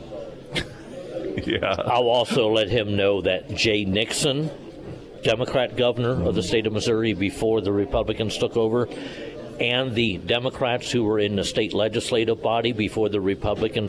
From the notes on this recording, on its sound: live at Scramblers Diner